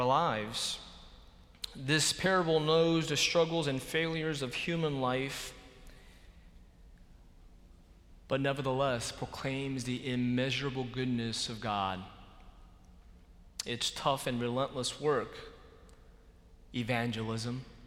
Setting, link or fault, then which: setting, large echoing room